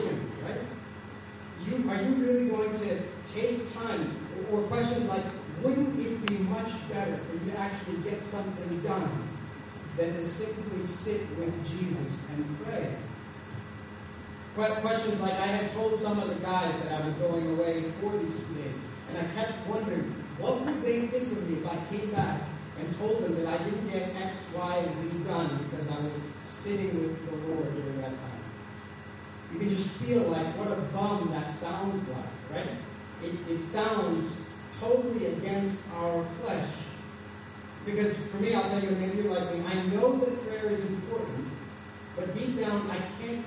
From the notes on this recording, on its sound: Our apologies for the poor sound quality of this recording.